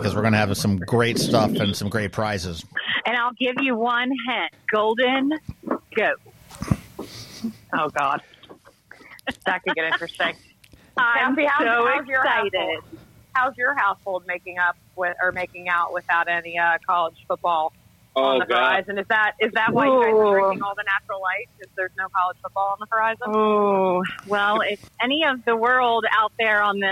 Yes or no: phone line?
yes